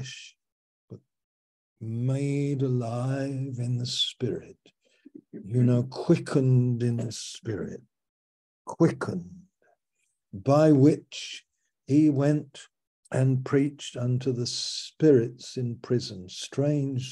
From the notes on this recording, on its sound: Our Fellowship - Malaysia Meets (Zoom).